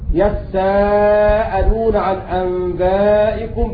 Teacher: بالمد المتصل بإدغام التاء في السين وأصلها يتساءلون